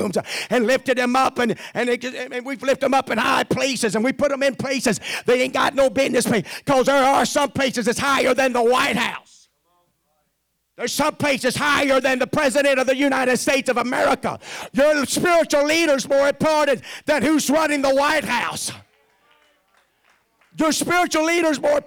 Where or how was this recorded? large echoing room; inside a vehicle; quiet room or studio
large echoing room